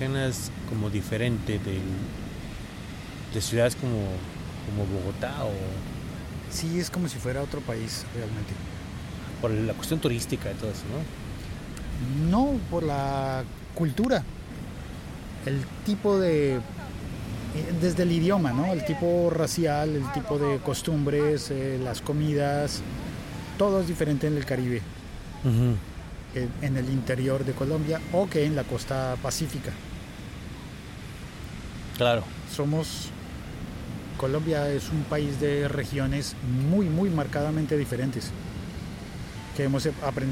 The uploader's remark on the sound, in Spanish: conversación ligera con un maravilloso paisaje sonoro mexicano